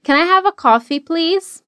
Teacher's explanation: tenta focar no modo como Can I have? soa quase como uma coisa só